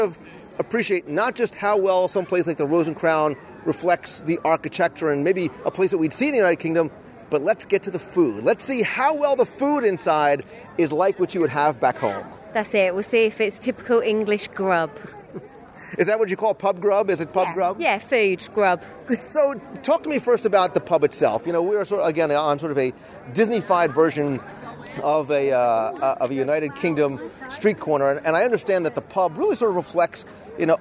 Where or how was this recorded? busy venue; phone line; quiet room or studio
busy venue